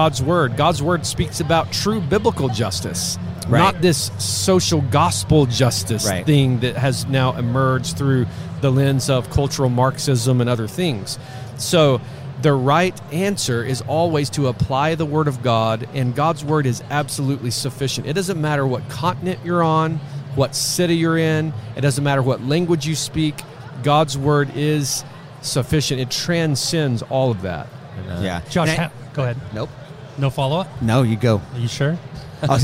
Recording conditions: busy venue